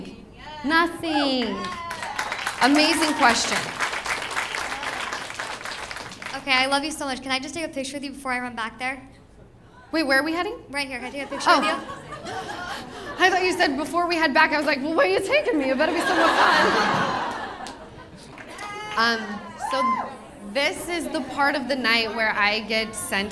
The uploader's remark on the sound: The One Where They’re Live From The Improv. Two very special live shows at The Improv in Irvine!